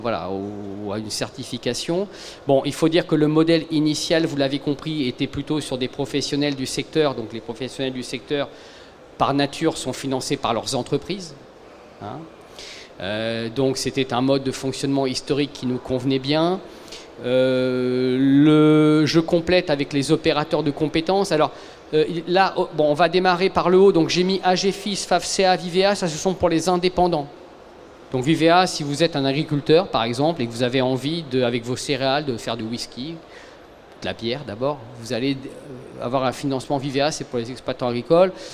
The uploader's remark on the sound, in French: Conférence donnée au salon BRADIS